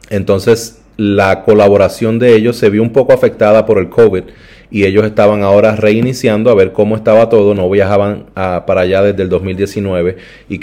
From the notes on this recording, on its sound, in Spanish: Este podcast fue grabado en la iglesia Park Baptist Church en la ciudad de Rock Hill, SC.